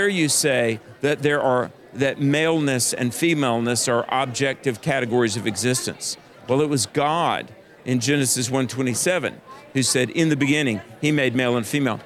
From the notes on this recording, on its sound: This episode was recorded live at the Family Research Council’s Annual Pray, Vote, Stand Conference in Washington D.C.